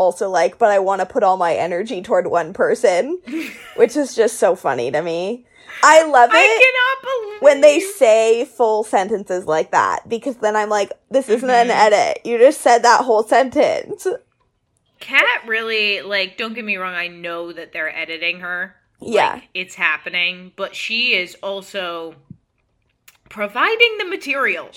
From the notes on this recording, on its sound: Sorry for the weird echo-y noise this week, both of our mics were picking up a little of the other person.